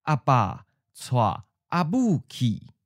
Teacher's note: abu is in the second tone, the original tone, which marks the end of the object.